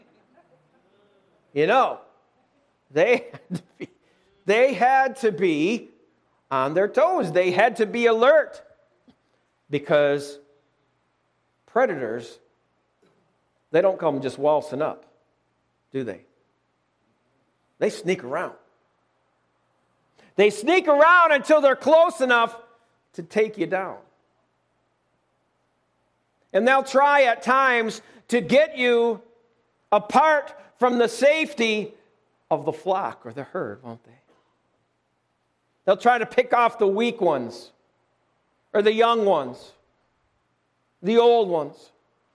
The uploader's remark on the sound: Lighthouse - Alabama Full Gospel Fellowship. This message was recorded live at the Lighthouse.